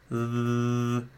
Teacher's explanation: These vocal cords vibrate when we are producing th sound. · Term: voiced · IPA: ð